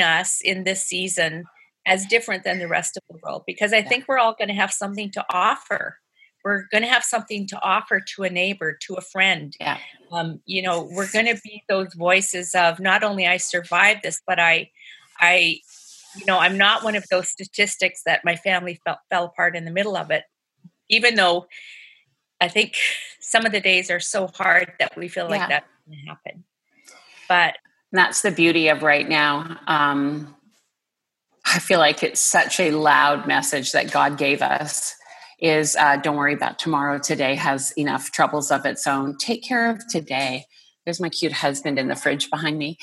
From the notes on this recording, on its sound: listen in on this group zoom conversation